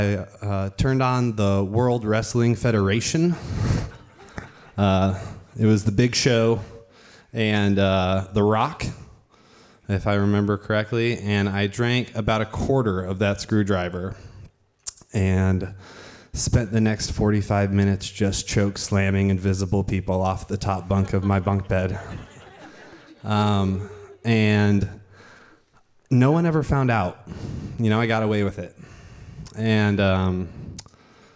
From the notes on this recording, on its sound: Told live on stage and without notes. Starring featured storytellers intermixed with an impulsive story slam of equal opportunity.